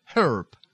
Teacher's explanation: the lips pushed into a little bit of an umlaut, but still getting that R · Term: little tighter R